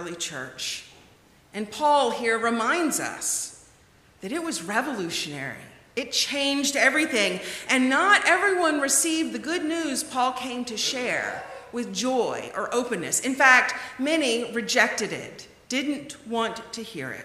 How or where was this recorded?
large echoing room